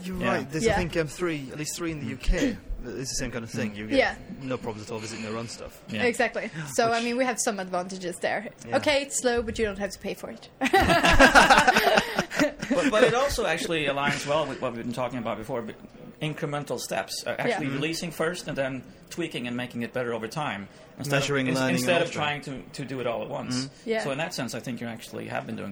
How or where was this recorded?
busy venue